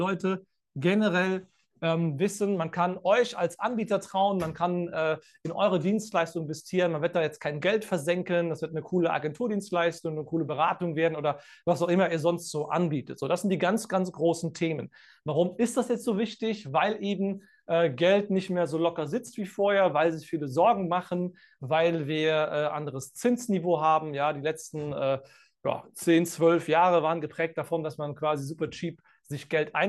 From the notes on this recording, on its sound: Live-Call Leak. Bei unserem Neujahrs Live-Call.